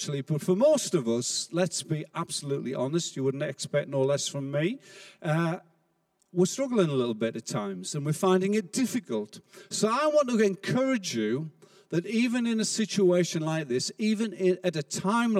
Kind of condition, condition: setting, large echoing room